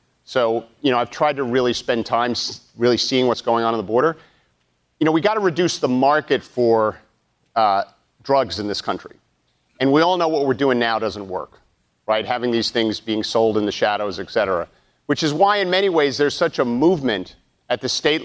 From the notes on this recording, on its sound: during a live town hall